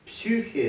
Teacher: Она читалась в классическом произношении как такое вот немецкое «ю» с умляутом. «Ю», не «ю», да, а «ю» такое вот.